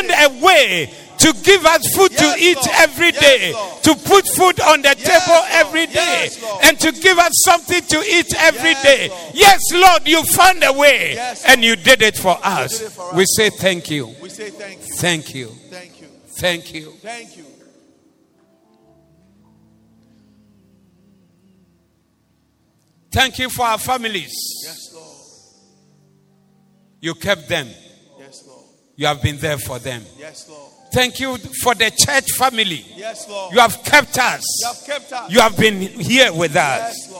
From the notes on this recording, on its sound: Preached at the Doxa Service